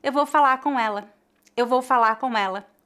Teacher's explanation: Muitas vezes, quando falamos rapidamente, a letra R não é pronunciada.